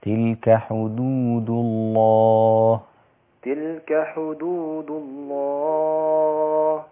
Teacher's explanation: ما تخليش الضمه اللي على الدال تفخم الدال.